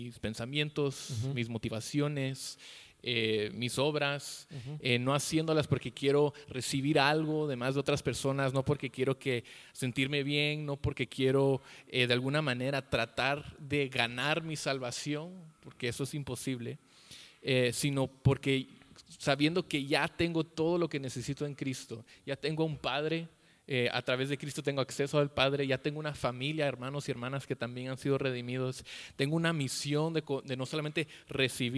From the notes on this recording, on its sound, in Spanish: El evangelio y mis relaciones (EN VIVO).